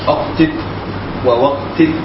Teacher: ولك أن تهمز الواو كما يقال أقتت ووقت